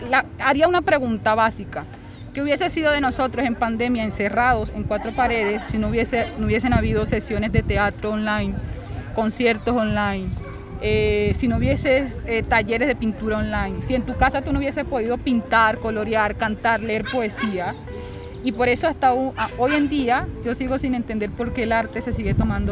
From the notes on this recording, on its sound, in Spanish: grabación en el centro de Bogotá (carrera 7)